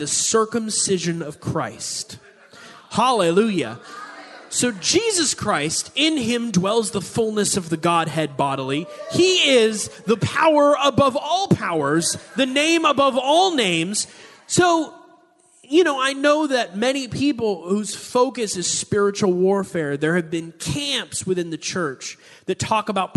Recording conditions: live audience